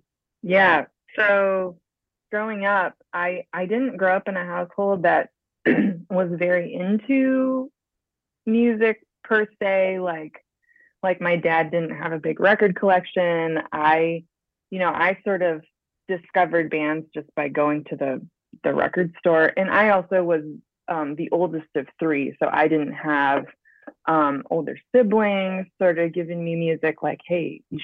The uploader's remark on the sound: Phoned in from her home in St.